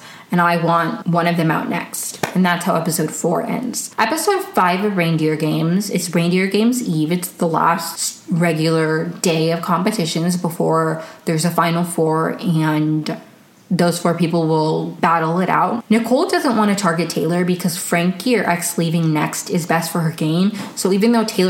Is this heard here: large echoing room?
no